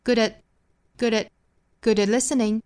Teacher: at 后面的这个 t 的发音做不完全爆破